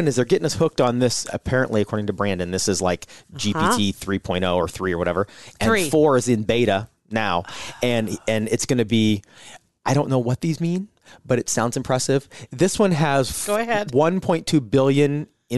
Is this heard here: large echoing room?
no